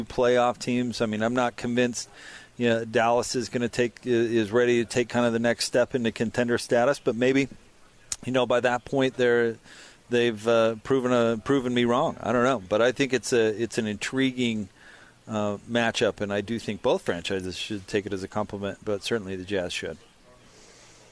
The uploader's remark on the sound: LIVE at The Warehouse